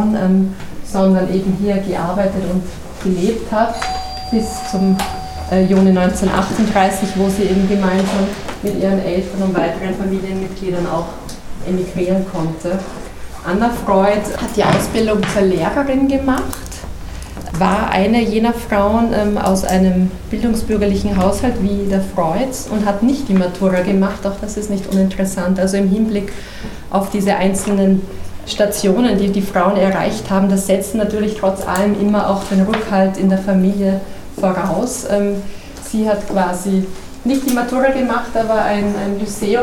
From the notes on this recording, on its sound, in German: Zu hören ist der Mitschnitt einer Führung